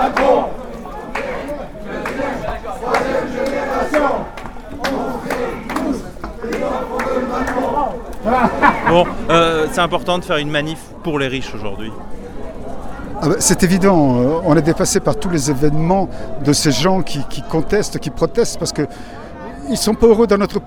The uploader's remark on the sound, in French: Manif de riches à Bordeaux. Reportage dans le cortège des riches à l'occasion de la Fête à Macron. Pour La Clé des Ondes.